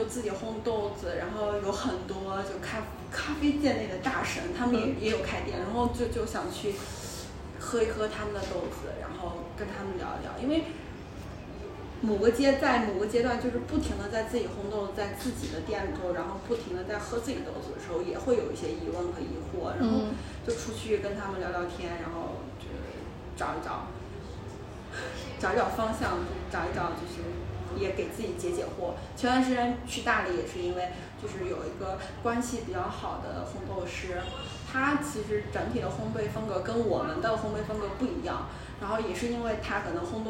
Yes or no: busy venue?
yes